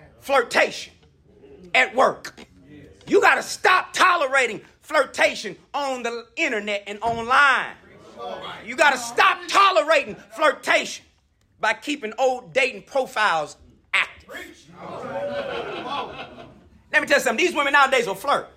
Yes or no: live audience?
yes